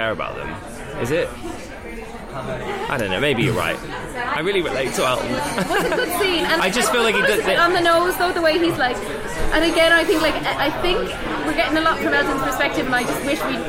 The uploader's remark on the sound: Apologies for the poor audio quality on this one, the bar was unexpectedly busy.